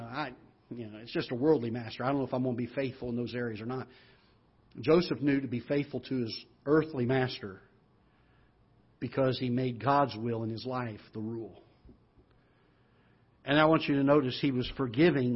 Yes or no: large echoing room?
yes